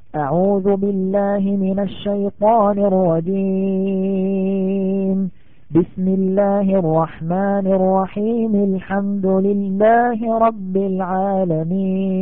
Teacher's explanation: يقرأ القارئ الاستعاذة ثم يقف عليها ثم يقرأ البسملة ويصلها بأول السورة · الوجه الرابع هو وصل الأول بالثاني وقطع الثالث، بمعنى يصل القارئ الكريم الاستعاذة بالبسملة ثم يقف على البسملة ثم يبدأ بأول السورة هكذا: أعوذ بالله من الشيطان الرجيم، بسم الله الرحمن الرحيم، الحمد لله رب العالمين. · Term: قطع الأول ووصل الثاني بالثالث